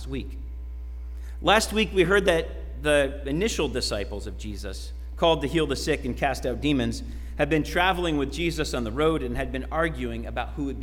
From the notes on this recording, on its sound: Sermon preached at RCHP on September 26, 2021.